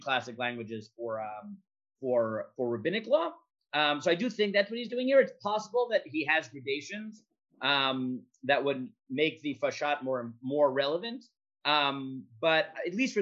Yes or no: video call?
yes